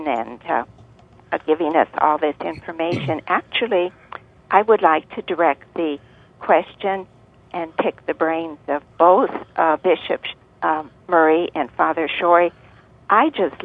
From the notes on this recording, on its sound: live call in program